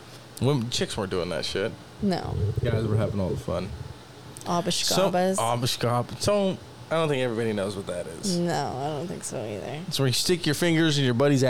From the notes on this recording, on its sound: It's been hot, the air conditioner was on, it was never turned off during recording. Enjoy the soothing ambient noise of the air conditioner.